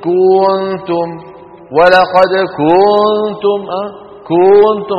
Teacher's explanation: بعض إخواننا يبالغون في تطويل ضمة الكاف فتصير كنتم، ولقد كنتم، كنتم، هذا لا يصح هذا التطويل، تمطيط.